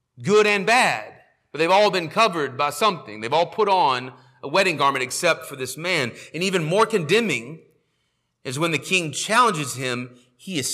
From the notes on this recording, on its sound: sermon audio from our morning service